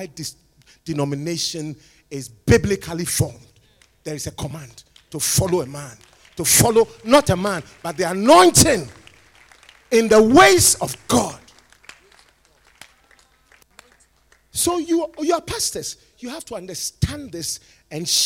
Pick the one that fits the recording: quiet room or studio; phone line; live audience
live audience